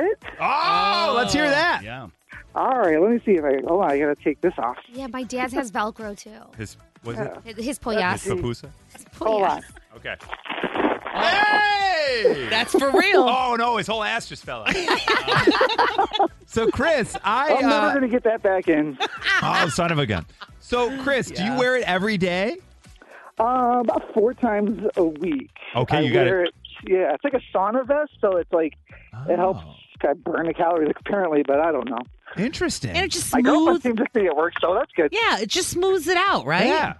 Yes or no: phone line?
yes